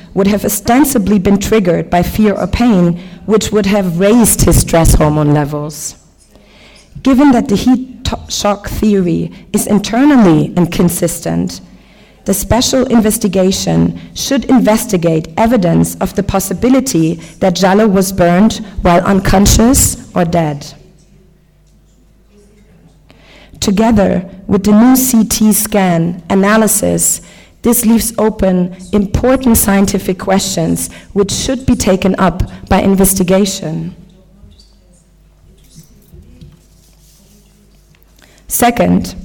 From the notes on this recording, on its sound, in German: Unbearbeiteter Mitschnitt der Pressekonferenz mit internationalen Initiativen gegen rassistische Polizeigewalt, abgehalten in Berlin.